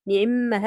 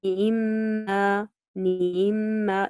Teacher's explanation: يسرع في حركة العين في كسرتها · Shown in: first take · لا يسممها نعمة هكذا. · Term: الاختلاس